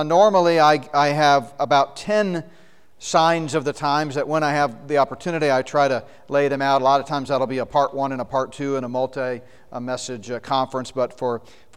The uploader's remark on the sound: session from the Prophecy Conference at Northstar Family Church in Flowery Branch, GA.